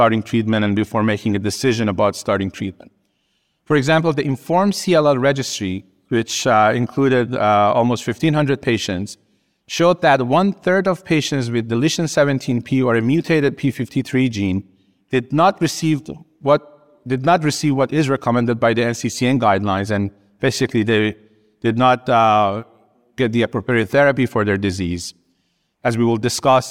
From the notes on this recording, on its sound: “Clinical Consults” event recorded at the 2023 Tandem Meetings.